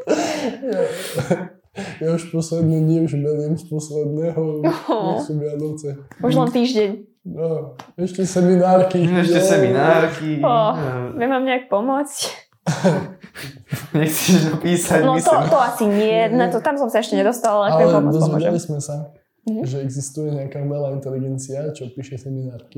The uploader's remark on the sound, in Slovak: Ospravedlňujeme sa za horší zvuk